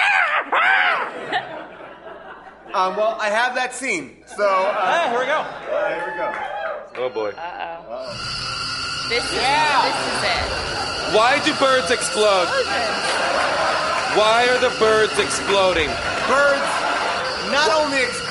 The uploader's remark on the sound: recorded live at the Largo theater in Los Angeles